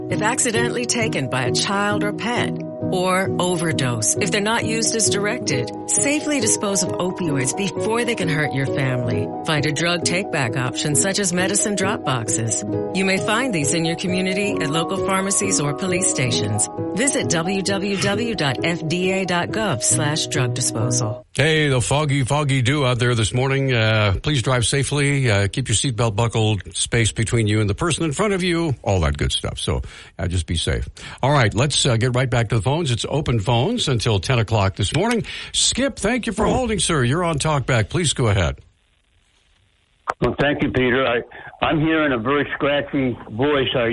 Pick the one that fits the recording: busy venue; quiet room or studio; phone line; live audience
phone line